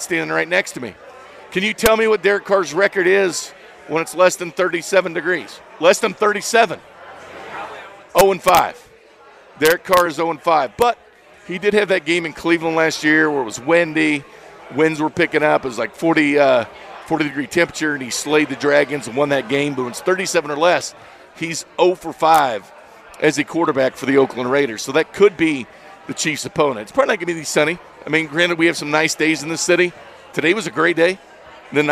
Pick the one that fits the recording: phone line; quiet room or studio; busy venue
busy venue